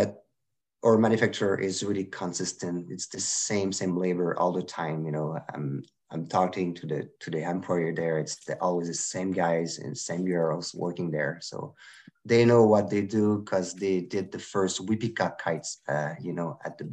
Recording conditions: video call